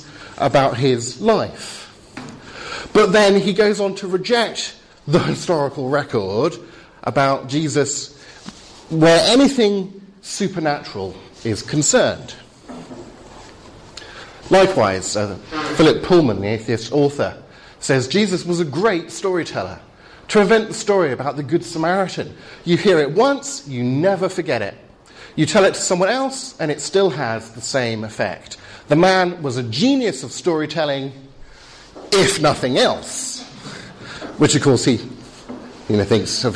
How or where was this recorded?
live audience